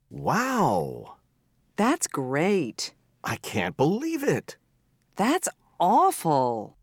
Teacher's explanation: To express strong feelings, surprise, anger, happiness, we use exclamations. These are expressions that we pronounce with especially strong emphasis and with falling intonation at the end.